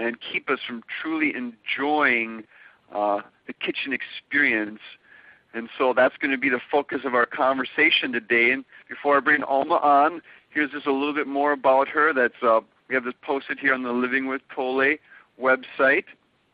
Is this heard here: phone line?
yes